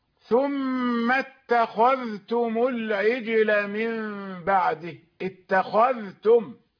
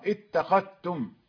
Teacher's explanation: فإذا قرأت بالإظهار ثم اتخذتم العجل من بعده، اتخذتم، فظهور الذال هنا يدل على أني قرأت بالإظهار، واختفاؤها يدل على أني أدغمتها في التاء بعدها. اتخذتم نقرأها بالإدغام، اتخذتم.